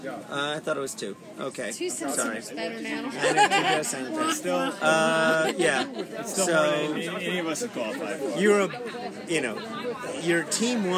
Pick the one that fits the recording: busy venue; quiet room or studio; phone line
busy venue